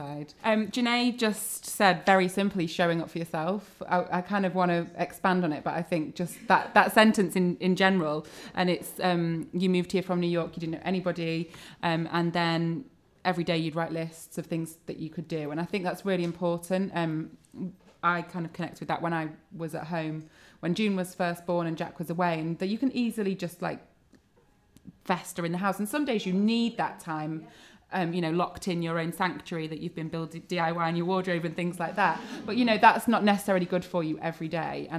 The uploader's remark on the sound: Live Recording. Was recorded in front of a live audience at The Hoxton, Holborn.